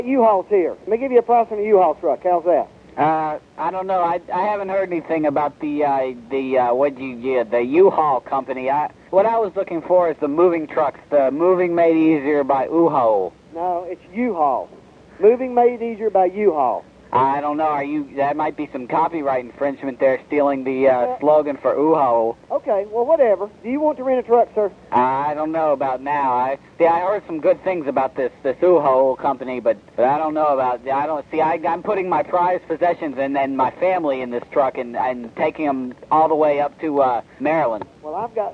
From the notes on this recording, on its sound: Personal Prank Phone Calls Collection